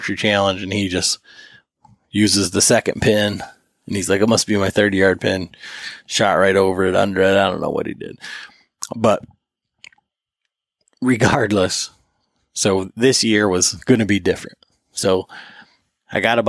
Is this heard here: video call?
no